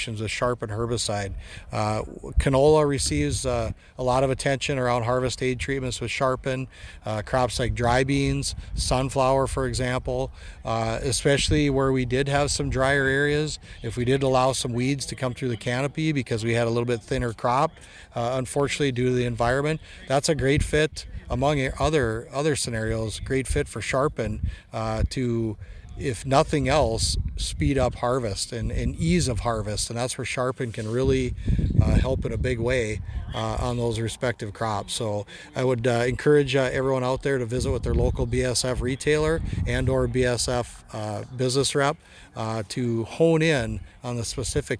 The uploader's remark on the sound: BASF Showcase Plot Tour 2023 near Rugby, ND